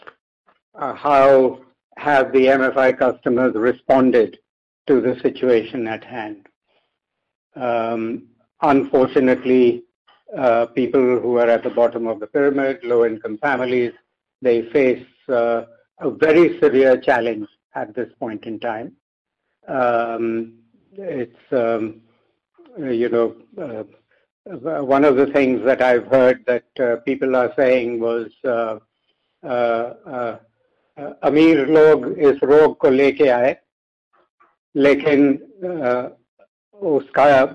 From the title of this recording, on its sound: Conference call with M-Cril